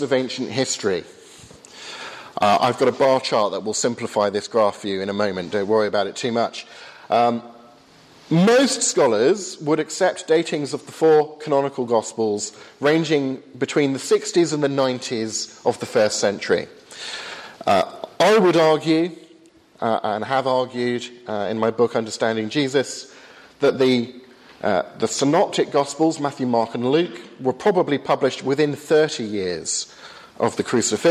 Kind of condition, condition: setting, large echoing room